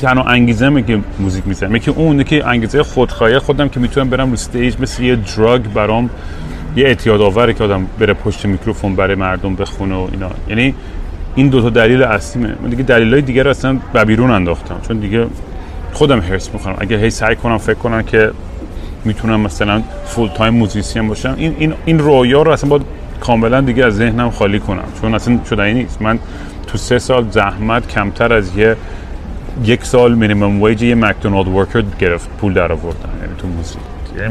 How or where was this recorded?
busy venue